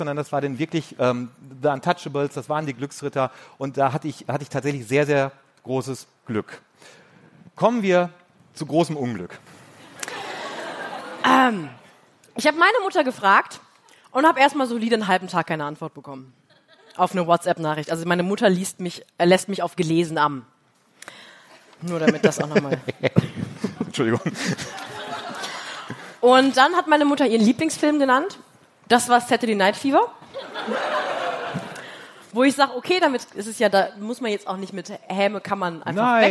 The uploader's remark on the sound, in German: Live in Hamburg. "Die Schaulustigen" haben ihren Podcast das erste Mal live vor Publikum aufgezeichnet, im Hamburger Mojo Club bei der Langen Nacht der ZEIT.